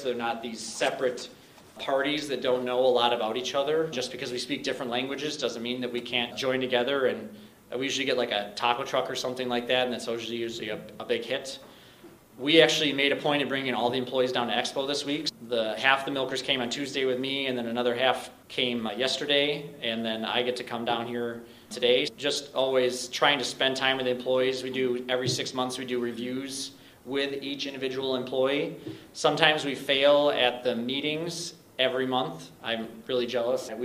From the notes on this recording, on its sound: A Panel Discussion from the World Dairy Expo hosted by NMPF YC.